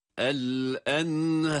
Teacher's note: Har sesi olacak ama har sesi olmayacak. Yani ha'yı ince bir sesle uzatarak okuyoruz fakat ra kalın olarak telaffuz edilmelidir